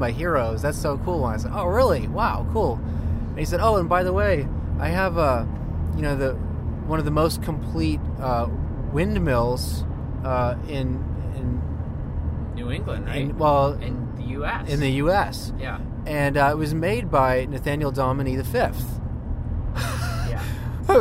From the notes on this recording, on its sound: This episode of our podcast was recorded on the road yesterday as we headed back home from Portland, Maine. Oh, and we got cut off by a Jeep during the recording.